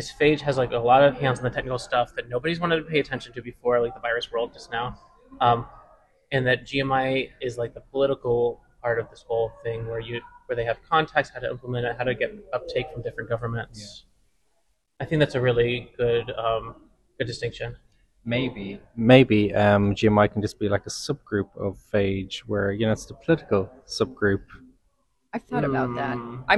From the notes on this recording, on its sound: at the Global Microbial Identifier conference (GMI13) in Vancouver Canada